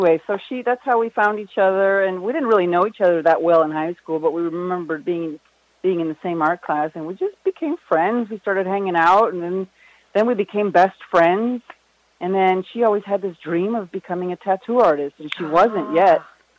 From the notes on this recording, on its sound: Part I is a partial interview that I conducted as host of my K57 Radio talk show. Part II of this podcast is a catch-up telephone interview.